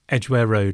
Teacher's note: So in a road name, both parts of the name are equally stressed.